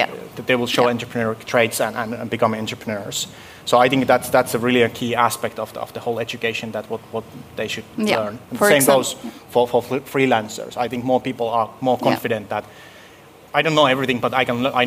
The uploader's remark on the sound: This week’s episode throws back to our LIVE recording at Dare to Learn 2019 in Helsinki, Finland, recorded during the same week as HEL we can!, an event on Boosting Skills & Continuous Learning in Europe. With a panel of adult education and corporate training providers, teachers, and eco-system supporters.